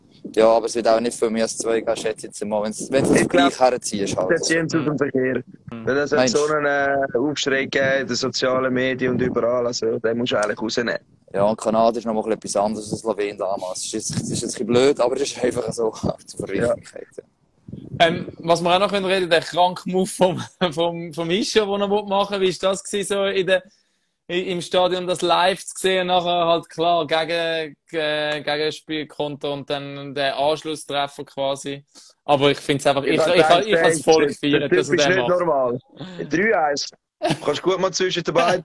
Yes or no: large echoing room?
no